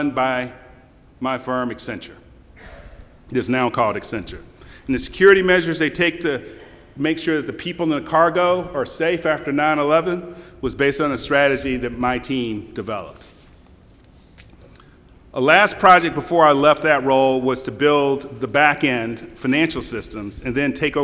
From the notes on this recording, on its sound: give his Career Day keynote address